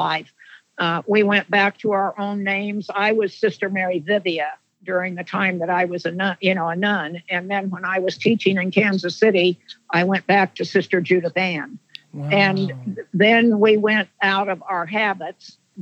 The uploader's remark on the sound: on the phone